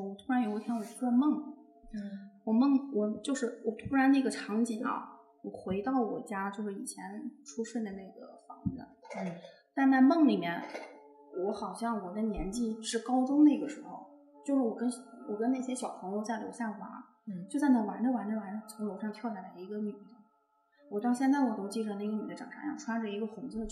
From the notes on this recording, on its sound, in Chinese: 由于现场录音环境比较空旷所以效果一般。